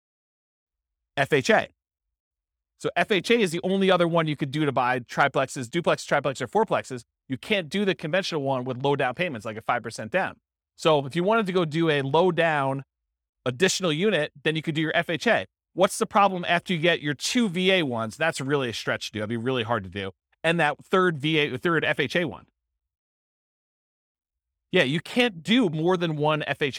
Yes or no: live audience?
yes